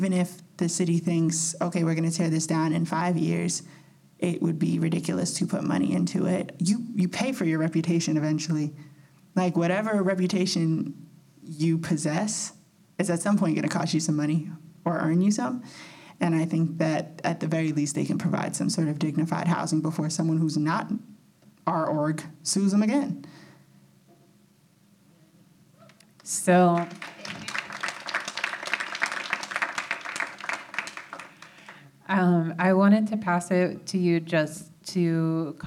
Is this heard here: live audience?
yes